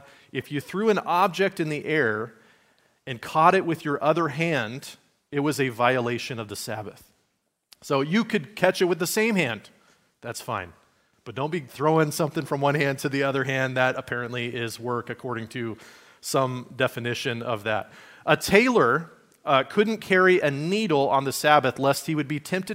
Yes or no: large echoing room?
yes